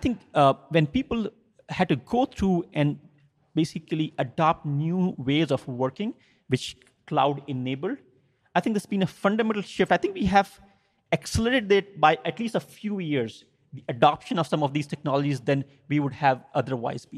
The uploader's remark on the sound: On tonight’s special live in-person episode of WHAT THE TRUCK?